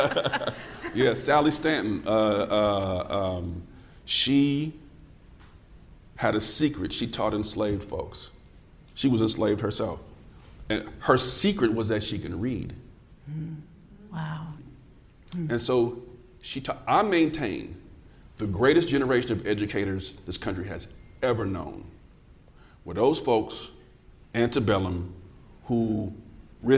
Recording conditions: live audience